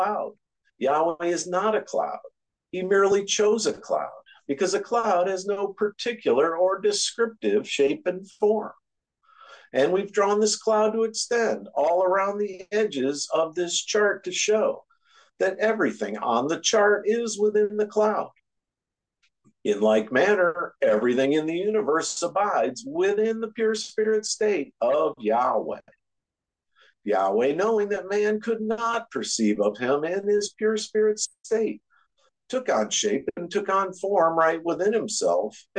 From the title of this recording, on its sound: Oceanside Zoom Class